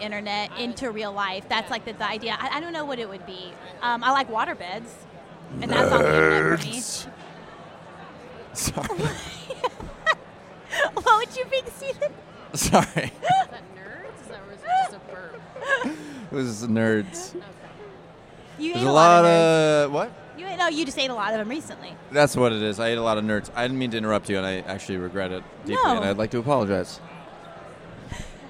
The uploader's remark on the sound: Live from INTERNET YAMI-ICHI: Up Late.